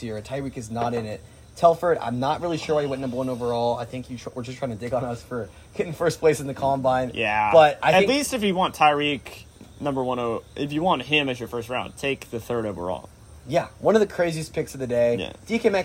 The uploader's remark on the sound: Recorded on a deck in Westport immediately following pizza, yuenglings, and a presidential debate.